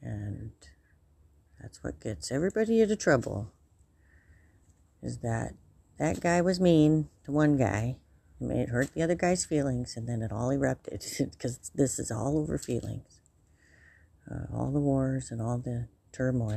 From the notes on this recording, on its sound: I am outside on my front porch enjoying the sun.